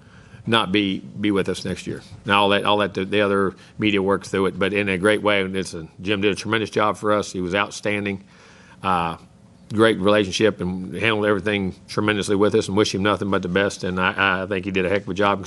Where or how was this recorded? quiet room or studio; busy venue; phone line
busy venue